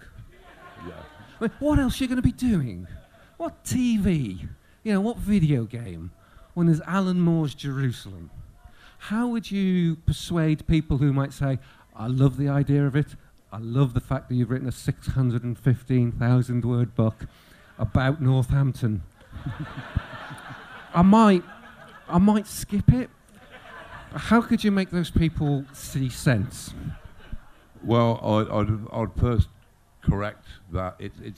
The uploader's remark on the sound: Made a rare appearance at the Odditorium tent in Brighton in May 2016.